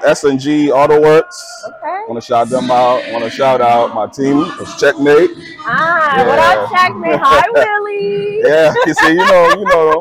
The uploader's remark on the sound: Live from the Nexgen Car Show in Poughkeepsie, NY on 9/3/23!